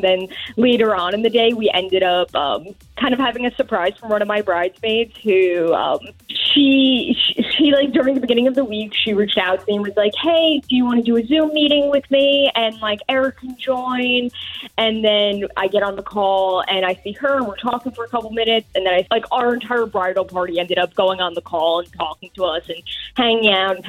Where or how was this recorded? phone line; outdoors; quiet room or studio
phone line